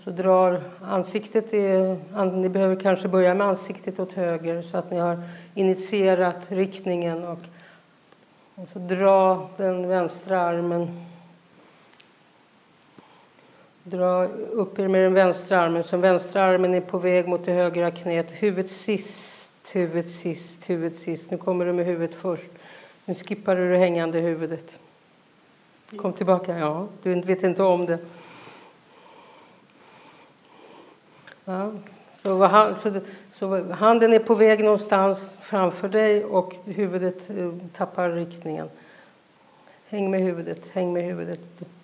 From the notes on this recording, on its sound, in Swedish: Detta är en liveinspelning av en feldenkraislektion i grupp på Feldenkrais Skolan. Publicering på SoundCloud är godkänd av de närvarande.